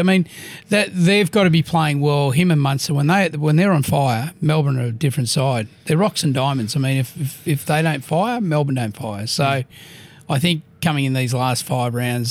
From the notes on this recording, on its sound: This podcast was recorded at The Village Inn, Paddington